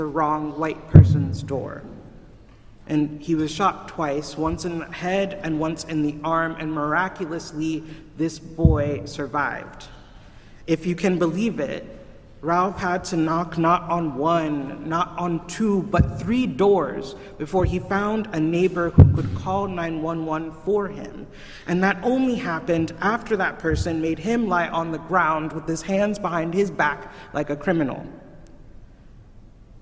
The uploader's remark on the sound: Recorded at Trinity Church, Princeton, NJ